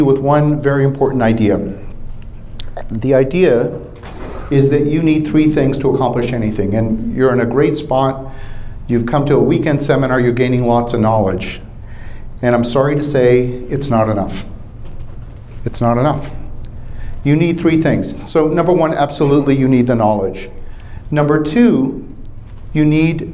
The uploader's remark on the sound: Live From the Raising Money Summit.